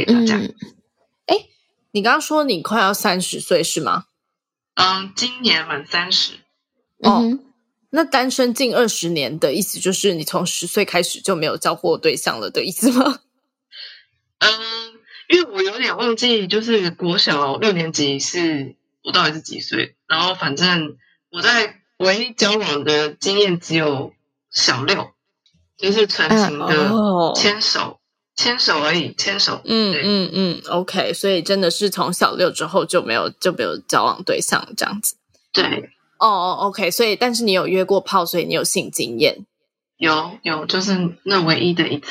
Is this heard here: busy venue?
no